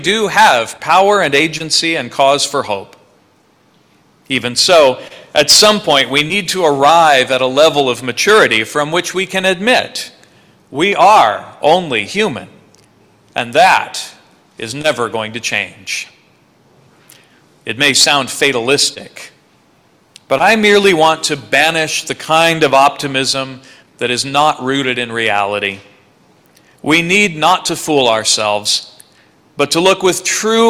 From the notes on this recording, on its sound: sermon preached at Church of the Good Shepherd, Federal Way, WA